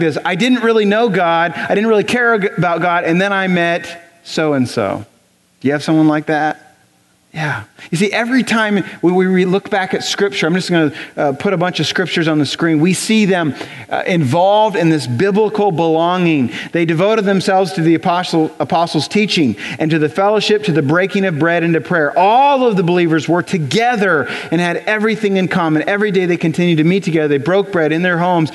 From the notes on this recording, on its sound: At Graceland Baptist Church in New Albany, Indiana.